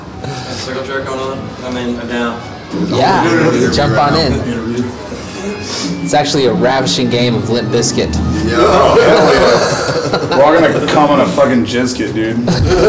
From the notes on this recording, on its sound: at J and J's pizza in Denton